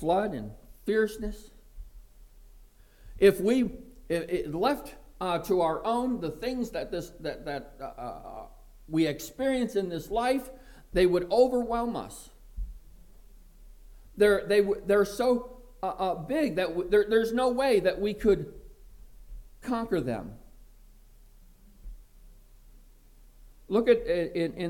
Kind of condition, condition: setting, large echoing room